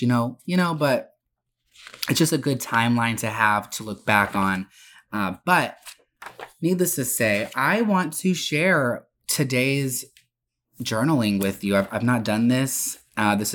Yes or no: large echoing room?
no